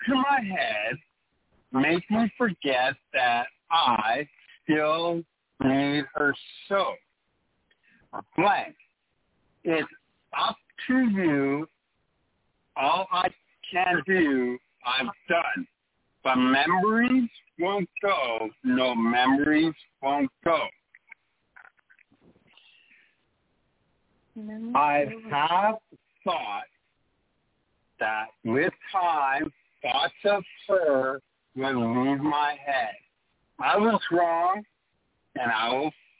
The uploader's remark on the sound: Taking your phone calls and chat quests/comments.